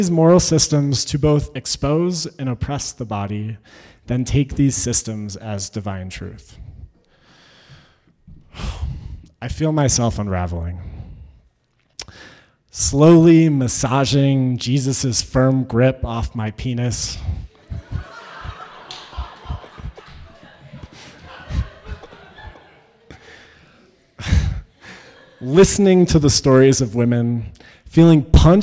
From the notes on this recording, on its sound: Originally told this story at our live event, un/pact: a creative dialogue on consent.